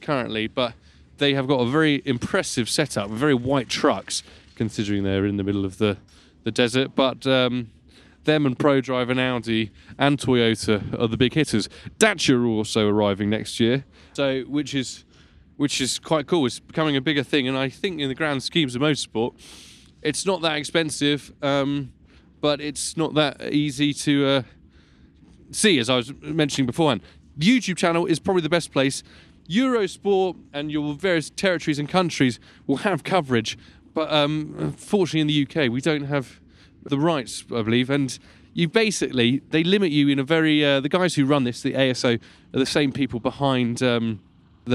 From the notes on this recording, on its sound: Live From The Dakar Rally. Recorded at the bivouac.